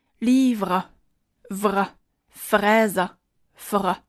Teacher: 在这组单词中存在两个辅音群，还有它们的小舌音